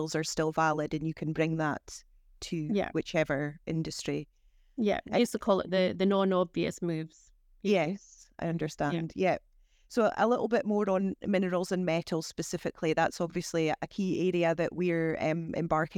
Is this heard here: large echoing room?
no